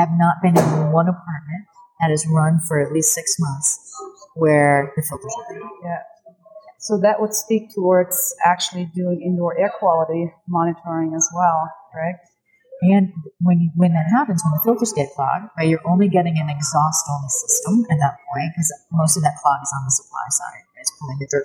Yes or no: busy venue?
yes